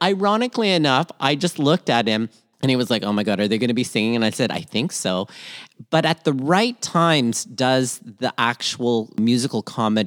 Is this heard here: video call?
no